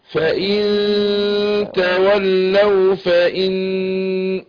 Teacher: فانا هخفي النون عند التاء، فلازم اخفيها كده بالطريقه دي مع الغن حركتين · Term: إخفاء